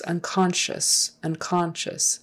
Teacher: Accent is on the second syllable, unconscious.